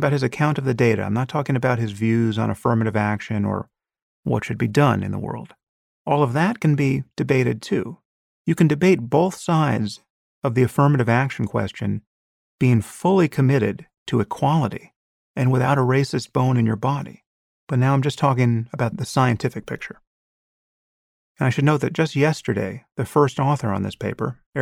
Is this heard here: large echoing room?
no